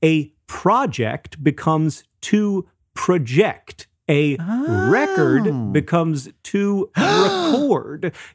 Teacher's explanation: When these words are multisyllabic, often but not always, because God knows nothing is always in English, the noun has the stress on the first syllable, and the verb has the stress on the second syllable.